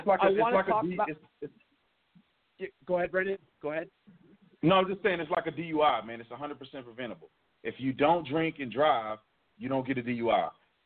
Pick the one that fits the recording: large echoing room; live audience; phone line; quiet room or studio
phone line